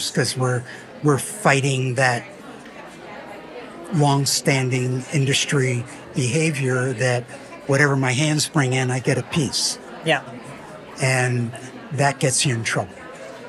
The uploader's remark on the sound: Live From Strategies TBX23. The Strategies Team-Based Experience 2023 event.